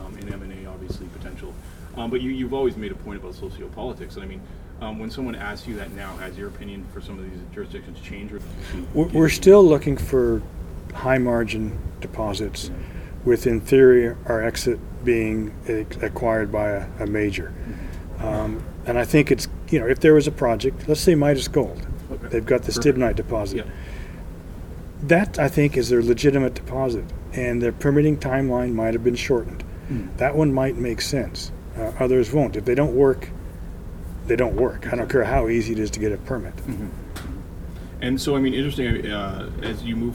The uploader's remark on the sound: at AME BC's Roundup 2017 conference